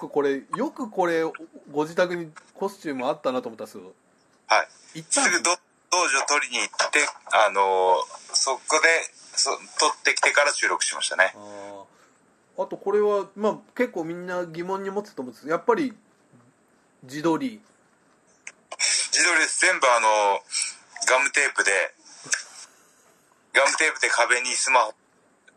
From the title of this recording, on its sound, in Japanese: テレワークで収録やってみた